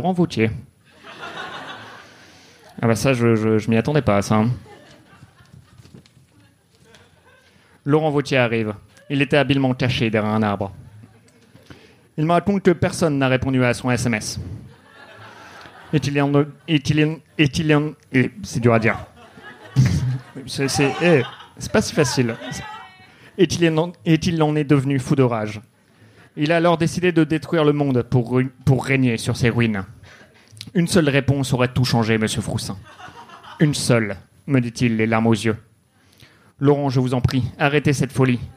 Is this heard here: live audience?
yes